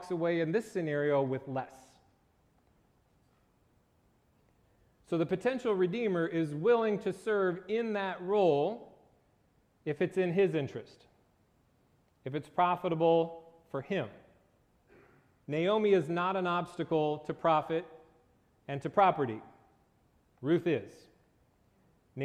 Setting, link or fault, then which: setting, large echoing room